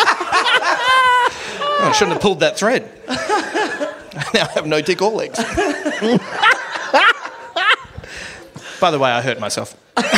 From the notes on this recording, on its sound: Live in Australia. Live from Mebourne, Australia.